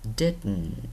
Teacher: Bạn đọc did lên thật cao, xong bạn didn't, chứ không có didn't, không, didn't.